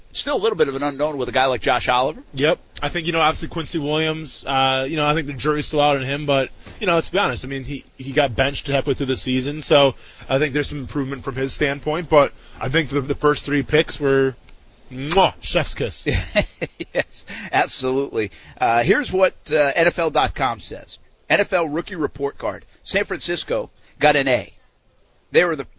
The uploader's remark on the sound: LIVE from the Live at The Jacksonville International Auto Show